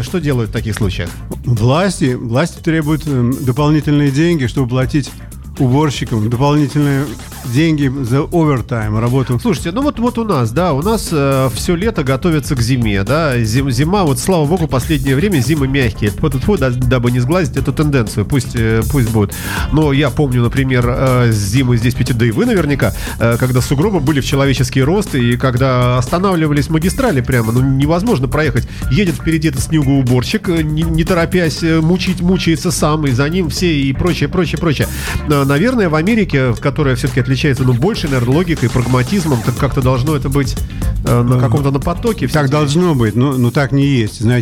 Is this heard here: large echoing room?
no